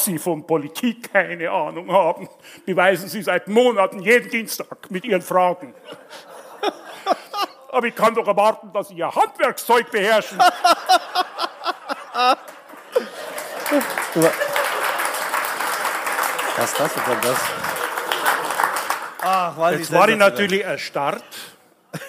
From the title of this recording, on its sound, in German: LIVE in der LVZ Kuppel